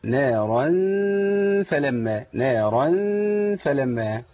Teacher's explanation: اللي هو إخفاء التنوين فيه عند الفاء